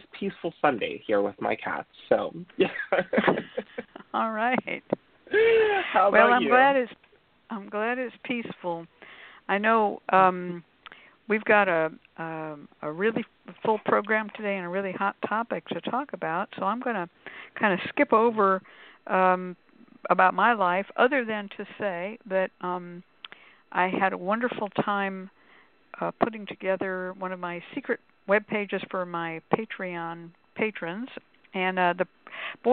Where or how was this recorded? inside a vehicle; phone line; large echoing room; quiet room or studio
phone line